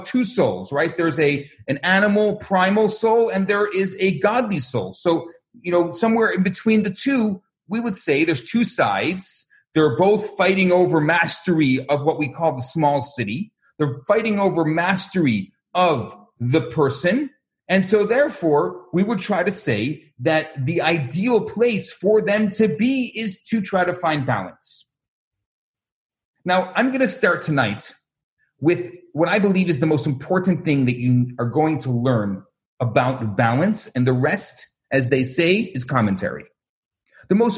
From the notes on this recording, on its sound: Recorded Live on Zoom